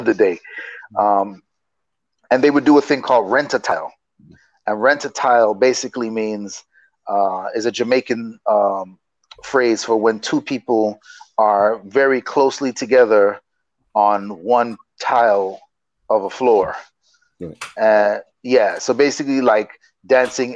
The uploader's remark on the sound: A podcast and video series limited to a 25-minute remote interview.